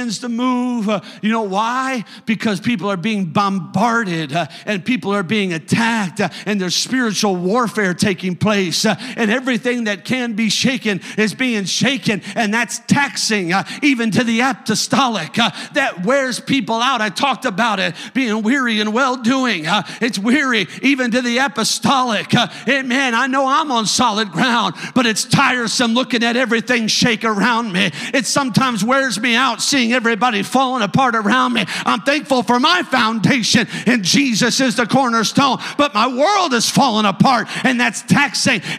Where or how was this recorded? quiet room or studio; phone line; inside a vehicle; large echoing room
large echoing room